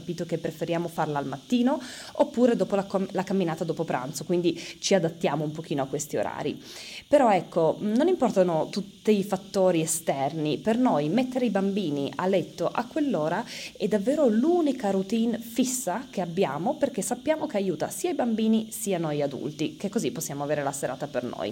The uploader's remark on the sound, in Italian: L'ho registrato nelle Filippine: si sentono le cicale (non avevano un interruttore). Non ho perso tempo a provare a toglierle dall'audio.